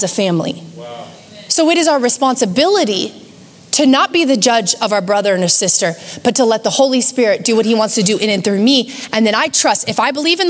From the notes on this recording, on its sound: Recorded live at Capital Church in Meridian, Idaho